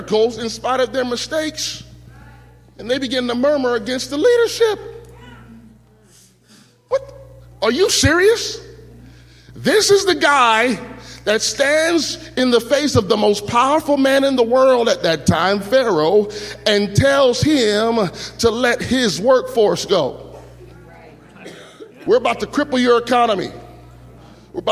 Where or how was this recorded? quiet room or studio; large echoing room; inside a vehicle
large echoing room